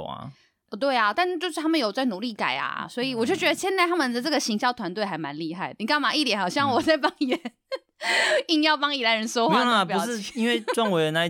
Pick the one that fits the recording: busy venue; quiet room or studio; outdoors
quiet room or studio